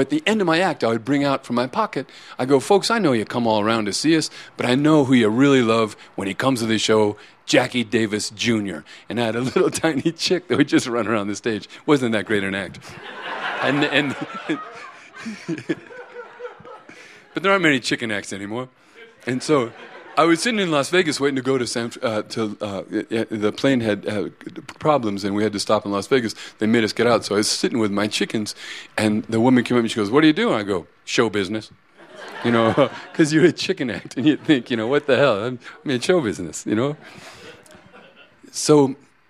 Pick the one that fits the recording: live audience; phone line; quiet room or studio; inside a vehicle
live audience